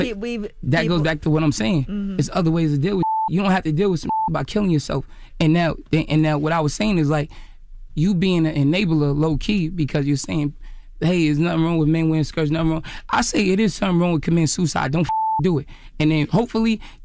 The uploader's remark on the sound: we had our listeners call